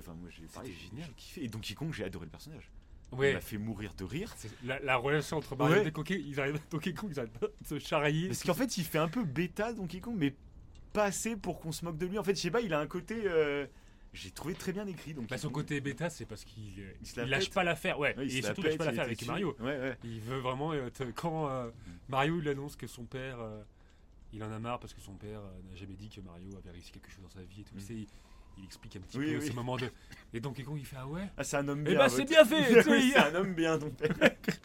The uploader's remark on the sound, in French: On enregistre dans un refuge en pleine montagne. Cet enregistrement est dans un refuge au coeur de la montagne.